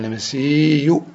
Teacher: يقول إنما النسي، أصلا يبدلها يقول إنما النسي فيدغم الياء في الياء ويثقلها